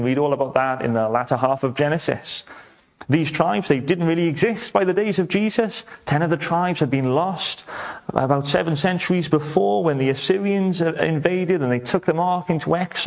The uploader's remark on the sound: welcome to Bethel Evangelical Church in Gorseinon